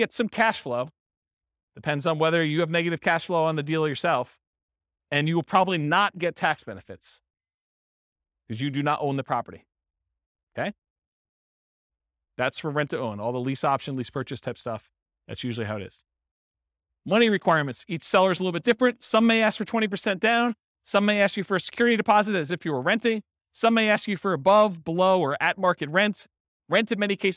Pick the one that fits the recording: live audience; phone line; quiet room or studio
live audience